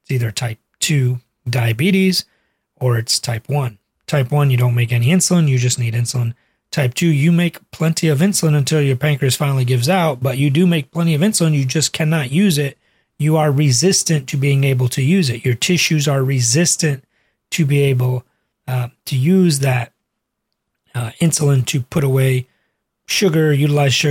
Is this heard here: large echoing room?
no